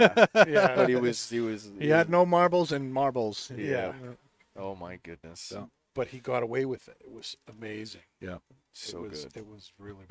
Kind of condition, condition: setting, busy venue